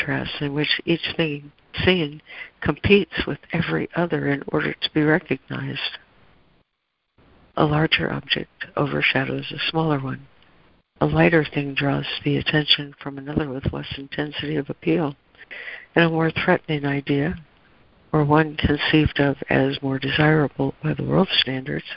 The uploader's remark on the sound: ACIM Daily Conference Call.